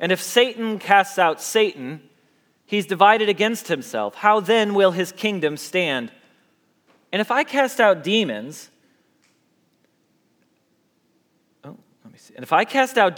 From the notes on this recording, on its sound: Message Preached at Valley Creek Church